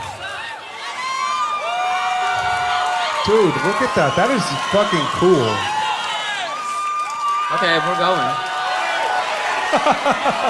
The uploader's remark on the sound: Live From Boston.